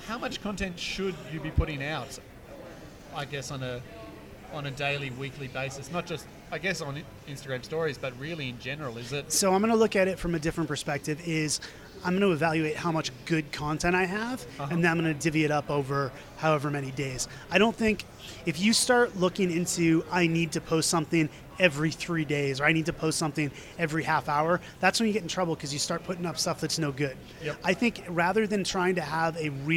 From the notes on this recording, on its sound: Recorded at Inman Connect Las Vegas. Has taken the recorder with him to Inman Connect in Las Vegas & is grabbing some one-on-one chats with industry professionals.